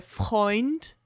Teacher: le R de gorge en, allemand